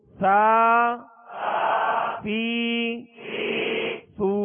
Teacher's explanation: سین اور صاد ان دونوں میں سختی یعنی سیٹی جیسی آواز ہے